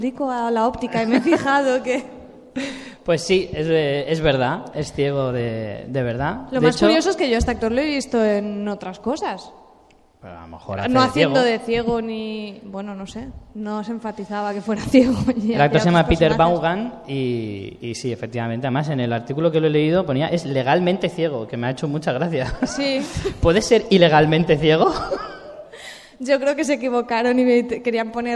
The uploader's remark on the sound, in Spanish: Directo en FanCON 2016. Ya podéis escuchar el programa que grabamos en directo en Fancon Barcelona. Además contamos con un público maravilloso que también participó en la grabación.